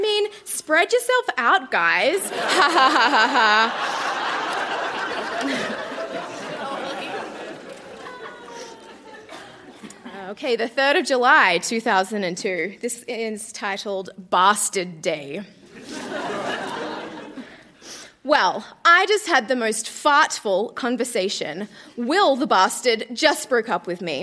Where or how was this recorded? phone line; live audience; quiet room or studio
live audience